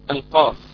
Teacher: إذا التصق أقصى اللسان مع ما يحاذيه من الحنك الأعلى فإنه يكون مخرج القاف